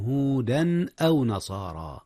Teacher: أظهر التنوين قبل الهمزة، إذ الهمزة من أحرف الحلق وهي من أحرف الإظهار طبعا.